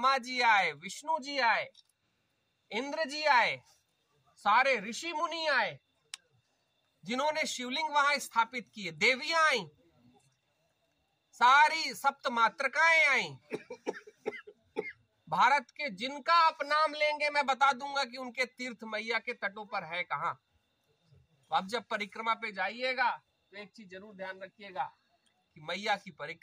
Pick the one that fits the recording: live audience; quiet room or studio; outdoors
outdoors